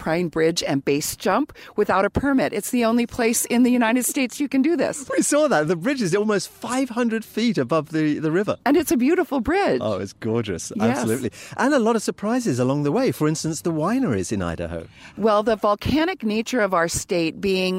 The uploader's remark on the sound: On location, driving one of the most iconic US road trips of all – the historic Oregon Trail.